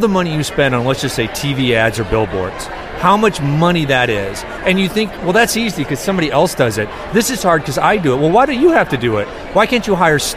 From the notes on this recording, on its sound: The Arrogant Healthcare Marketing Bastards were podcasting live from SHSMD 2013 in Chicago.